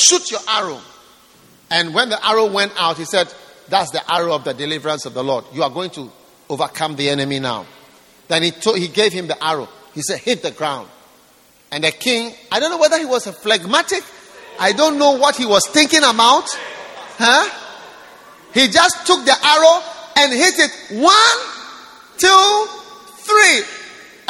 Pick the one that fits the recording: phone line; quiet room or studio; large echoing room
large echoing room